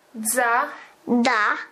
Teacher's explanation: głoska z i dzy była realizowana przez dziewczynkę jako głoska dy